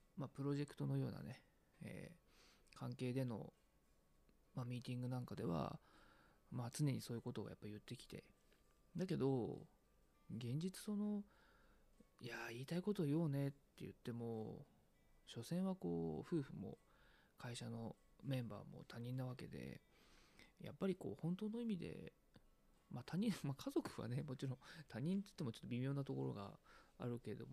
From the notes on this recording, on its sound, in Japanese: こっそり収録しているので、小声です